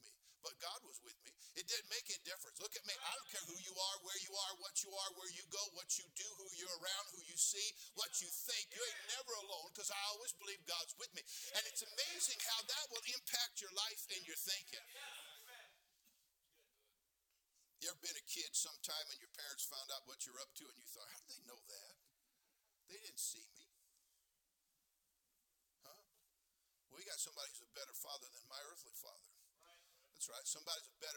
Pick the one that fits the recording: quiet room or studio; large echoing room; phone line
large echoing room